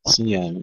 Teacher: صيام نحقق كسرة الصاد ونظهر الياء